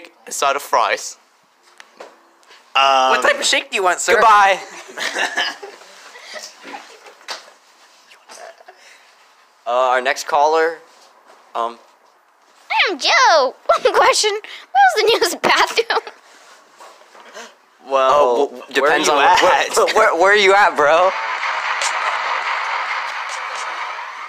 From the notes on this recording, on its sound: Take calls during a live Q&A.